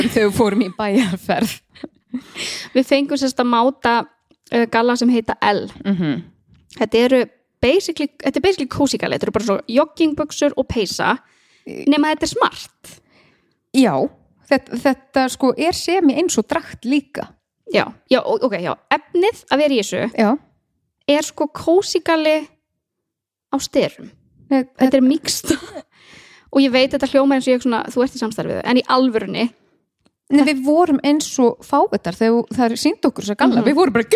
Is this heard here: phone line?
no